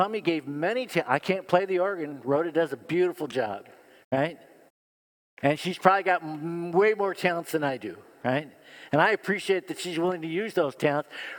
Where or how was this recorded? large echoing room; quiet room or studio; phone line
large echoing room